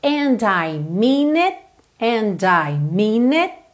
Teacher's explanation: Percebe que o T não aparece, o T do it, ok? Para não ficar and I mean it, mean it ok?